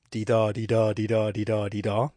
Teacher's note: That's what a line of iambic pentameter sounds like. Unstressed syllable followed by a stressed syllable. That's the metric foot times five each line.